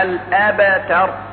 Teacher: فتفخيم الراء لا يدفعنا لتفخيم التاء، فالتاء مرققة والباء مرققة. الأبتر، الراء هي المفخمة فقط، لأن حروف الهجاء منها ما هو مفخم ومنها ما هو مرقق.